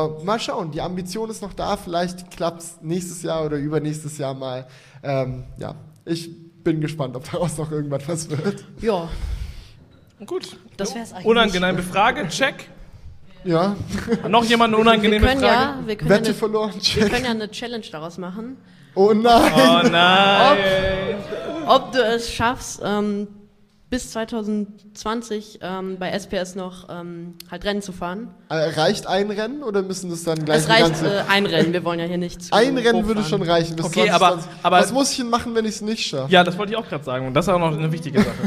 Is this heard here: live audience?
yes